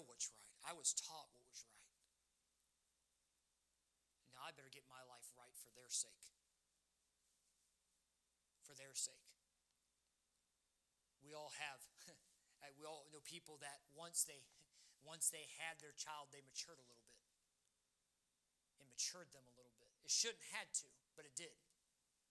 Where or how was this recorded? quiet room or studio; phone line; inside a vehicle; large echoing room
large echoing room